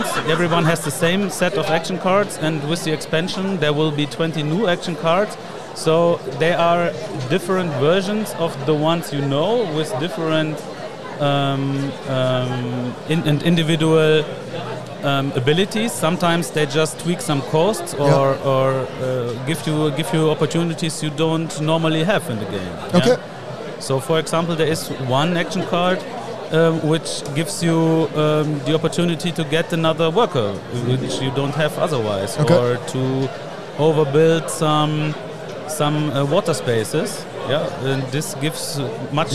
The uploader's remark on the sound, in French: Enregistre en direct depuis le festival Ludesco.